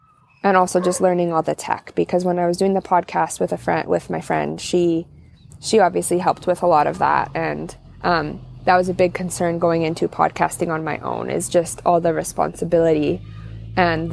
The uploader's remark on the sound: join me outside on my back deck on an unseasonably warm, sunny, October afternoon